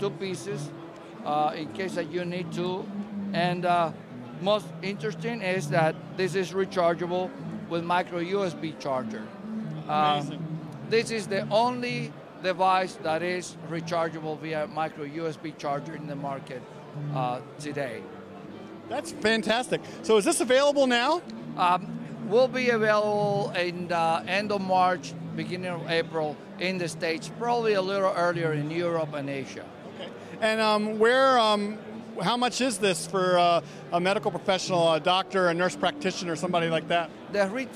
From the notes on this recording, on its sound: at CES 2016 in the Eureka Park startup area of the international consumer electronics conference